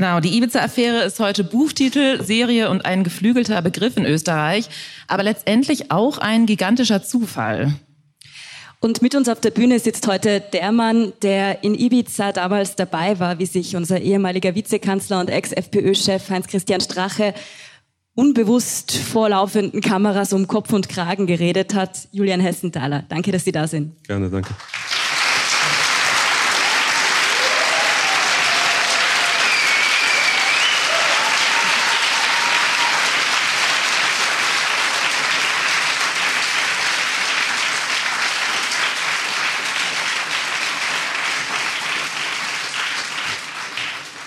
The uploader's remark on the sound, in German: Die Aufnahme dieses Interviews fand im Rahmen des Journalismusfests in Innsbruck